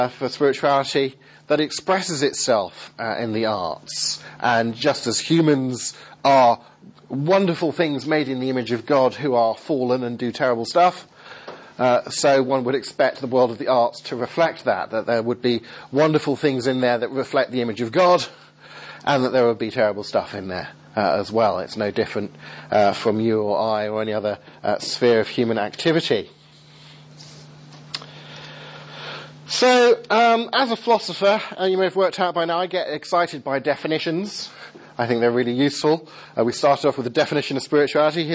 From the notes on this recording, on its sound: Second seminar given at the School of Missional Disciple-Making at Above Bar Church, Southampton